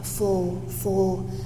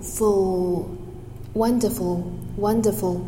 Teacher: If it's good,轻轻的就可以了。好，Wonderful, wonderful.首先元音是啊啊哇，one wonderful, full, full.这里呢有一个 dark l 对吧？